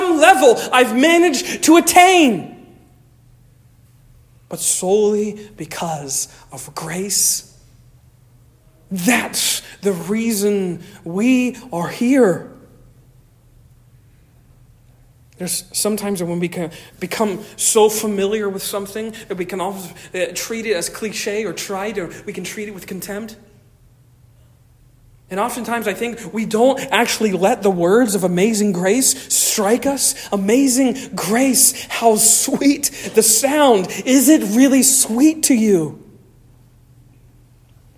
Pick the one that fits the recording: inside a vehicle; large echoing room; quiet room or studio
large echoing room